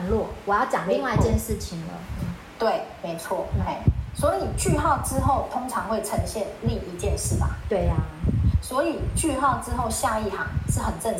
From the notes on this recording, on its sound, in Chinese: 後製時，發現有些雜音，聽起來沒那麼愉悅，還請聽眾們稍忍一忍